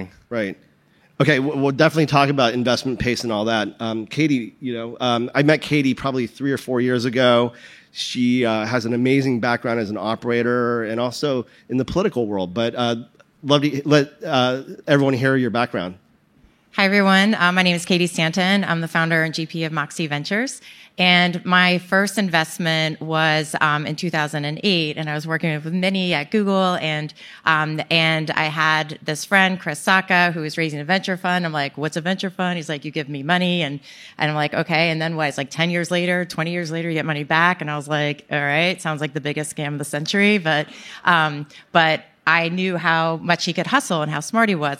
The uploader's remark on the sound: Recorded on March 1, 2022 at the Upfront Summit.